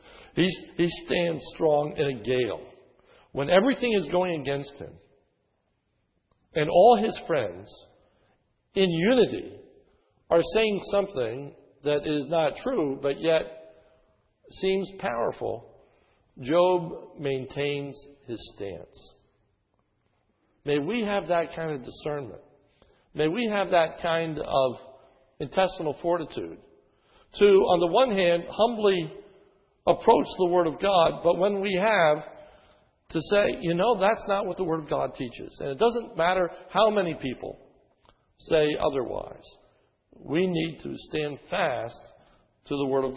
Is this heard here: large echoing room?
yes